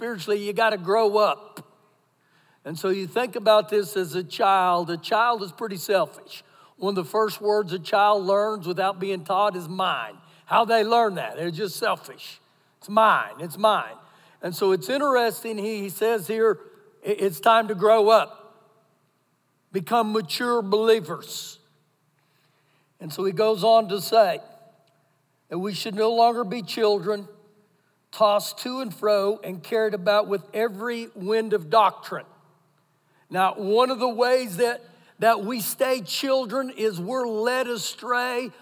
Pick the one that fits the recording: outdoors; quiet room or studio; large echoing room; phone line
large echoing room